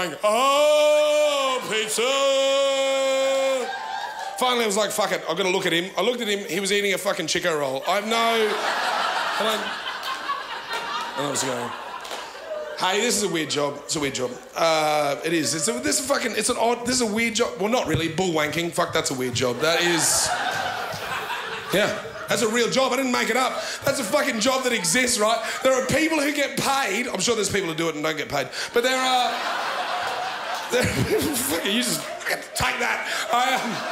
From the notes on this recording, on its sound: ABC2 Comedy Up Late 2014. The best and biggest performances from the 2014 Melbourne International Comedy Festival's late night club on ABC2's Comedy Up Late.